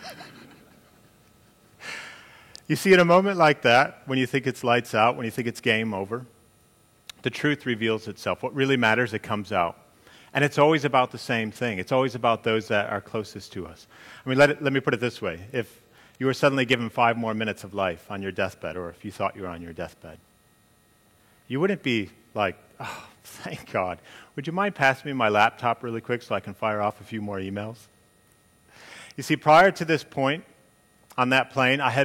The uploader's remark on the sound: during the commercial business growth talk on the second day of Elite Business’ live event on March 10